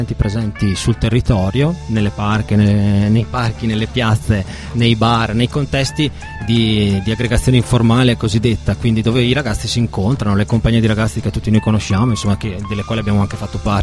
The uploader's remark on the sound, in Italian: In questa puntata speciale in esterna, in diretta da piazza Mostra in occasione dell'evento "Una vita da social", organizzato dalla polizia postale